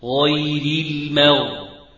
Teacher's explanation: حرف الغين بتخرج من منطقه الادنى وهي مفخمه قولا واحدا يستعلي فيها اقصى اللسان. لما اتكلم بها اقول مغ وليس مغ، مغلى مغلى مغلى.